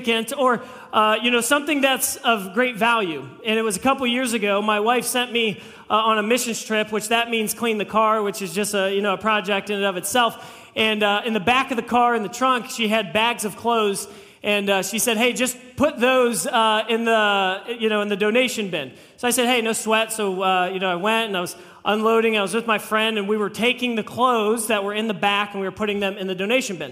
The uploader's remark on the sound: This message was preached on April 9, 2023 at FIVE39 Church.